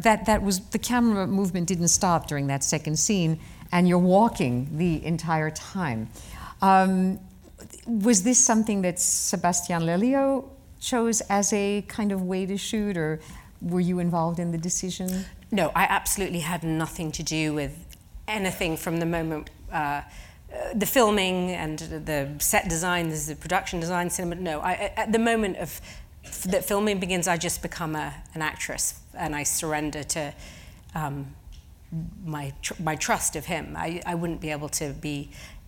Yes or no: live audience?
yes